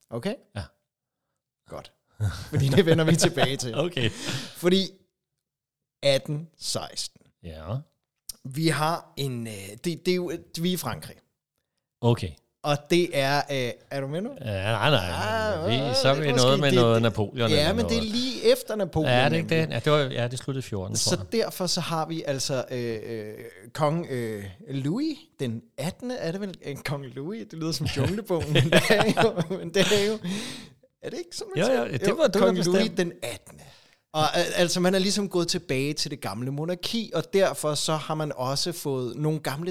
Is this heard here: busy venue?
no